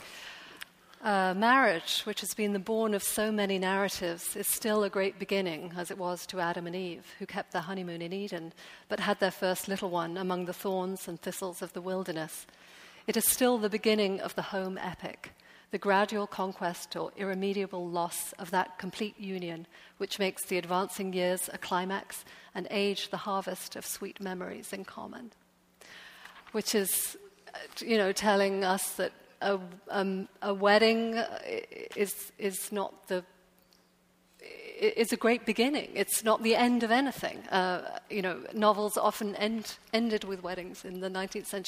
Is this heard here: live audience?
yes